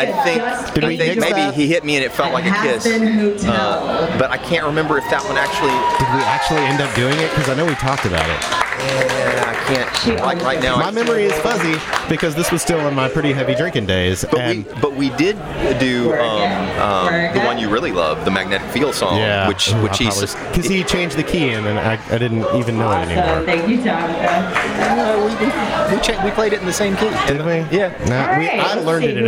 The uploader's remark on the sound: on location at Midtown Con.